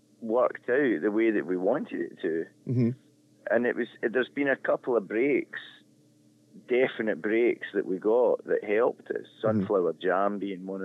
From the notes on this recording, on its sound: phone interview